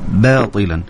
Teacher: عليك لدرجة أنك أيضا فخمت الباء فكنت تقول باطلا والصحيح أنه هي الباء تكون مرققة والطاء هي المفخمة